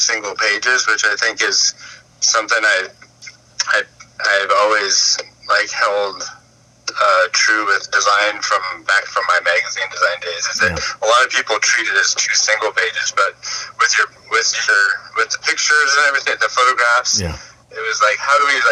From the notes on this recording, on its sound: included 2 live-recorded phone calls with the designers on the project